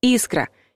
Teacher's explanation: А вот и нет, потому что распространенный вариант с ударением на последнем слоге – ошибка. Орфоэпические словари единогласно называют нормой ударения на первом слоге – искра, независимо от падежа и числа.